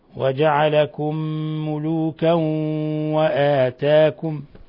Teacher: تنوين فتح جاء بعدها الواو، حكم التجويد إضغام بغنة